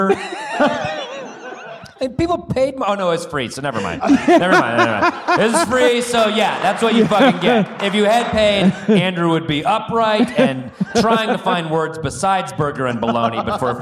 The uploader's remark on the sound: Live at TACAW. Live podcast episode! So, we decided to try "living off the land" in front of a live audience.